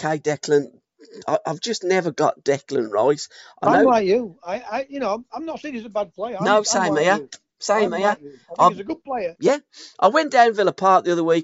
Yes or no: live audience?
no